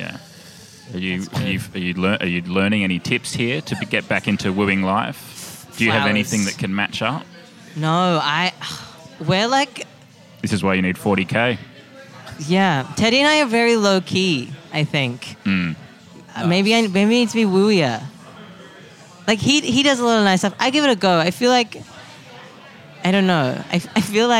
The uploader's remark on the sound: Recorded at Comedy Republic. Live and unedited with the who's who of comedy. Recorded at Comedy Republic.